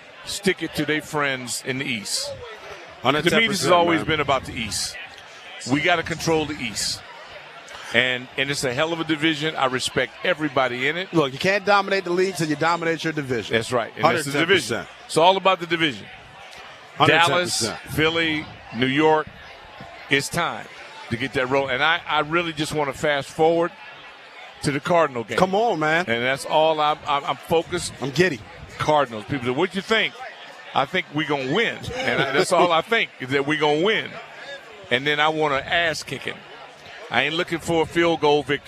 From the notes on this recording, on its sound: live from the Burgundy & Sold Party